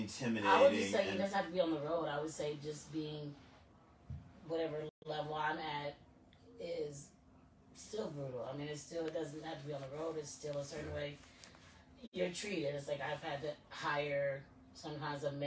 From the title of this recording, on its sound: Live at the Peppermint Hippo!